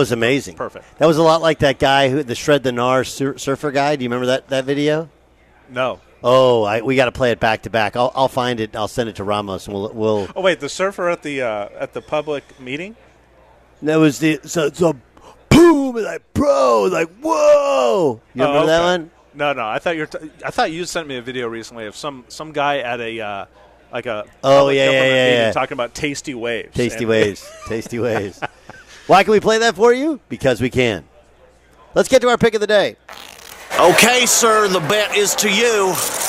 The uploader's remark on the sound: broadcasts live from the US Open at the Los Angeles Country Club